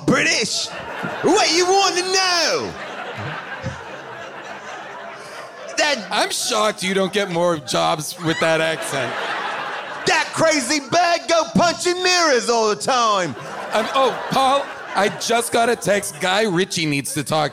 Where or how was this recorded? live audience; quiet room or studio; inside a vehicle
live audience